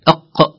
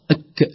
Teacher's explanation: آخر تنبيه في كلمتين قريبتين من بعضهما، أنطق كل قاك أنطق كل شيء، جاء القاف بعد الكاف، والفرق بينهما في المخرج يسير جدا لكن في الصفات واضح جدا. القاف حرف مفخم قوي، والكاف رقيق أدنى منه لكن المخرج قريب جدا